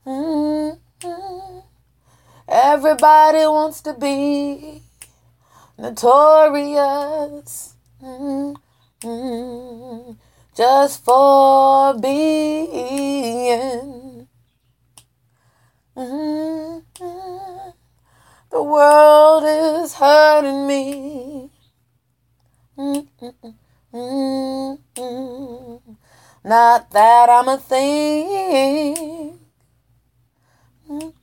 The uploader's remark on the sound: Freestyled off the top of my head & heart, recorded on my mobile phone.